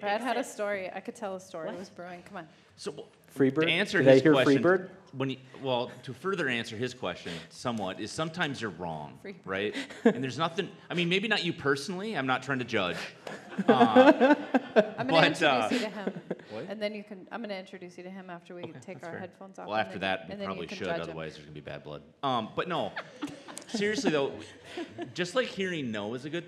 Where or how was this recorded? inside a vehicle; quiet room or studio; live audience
live audience